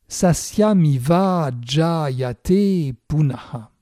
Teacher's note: comme le mot qui suit iva commence par la voyelle a, les deux a ont fusionné pour faire Iva Jayate. · Term: sandhi